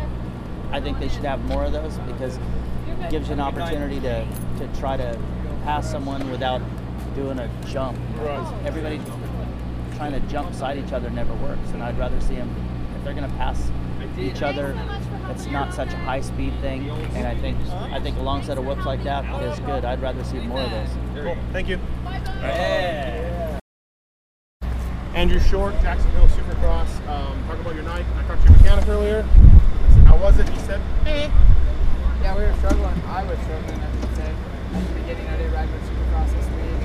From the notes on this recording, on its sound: Post race interviews from Jacksonville